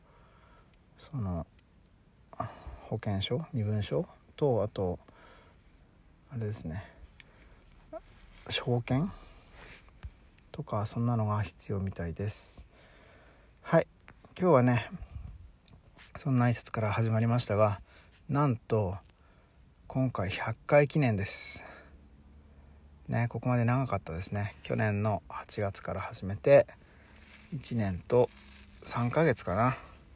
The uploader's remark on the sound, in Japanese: 朝8:00公園にて